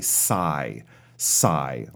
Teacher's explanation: so don't worry about that P. It's completely uh, silent.